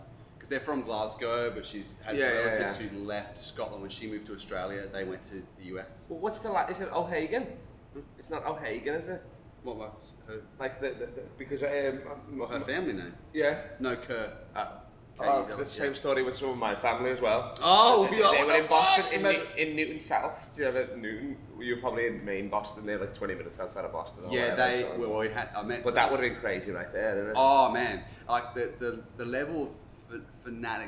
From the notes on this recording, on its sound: live from Fringe world festival